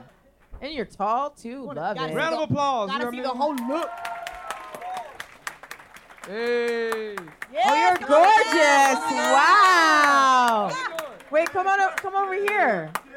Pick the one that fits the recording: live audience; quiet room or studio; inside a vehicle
live audience